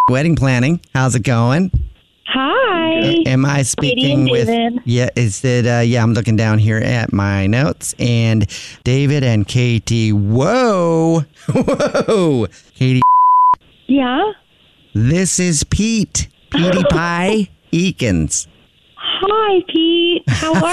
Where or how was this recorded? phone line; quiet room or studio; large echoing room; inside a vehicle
phone line